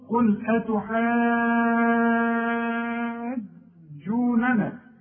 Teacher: قل أتحاجوننا، عندي الحاج لازم امدها ست حركات. المد بقى اللي بعده حرف مشدد لازم تمده ست حركات